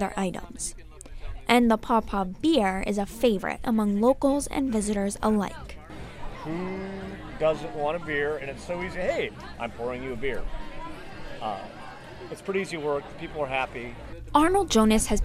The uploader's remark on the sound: We're taking you inside the Pawpaw Festival, Black Alumni Reunion at Ohio University and a sit down interview.